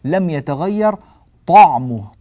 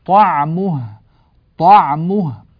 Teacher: أيضا في جاء بعدها وأنهار من لبن لم يتغير طعمه، كلمة طعمه ننبه إلى ترقيق العين، بعض الناس لما يقرأ كلمة طعمه يفخم العين يقول لم يتغير طعمه، طع طع طع، لا طع طع، لابد من ترقيق العين مع تفخيم الطاء قبلها وإعطاء العين حقها في المخرج · Shown in: second take